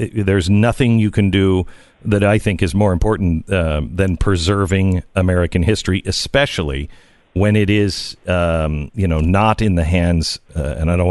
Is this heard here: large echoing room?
no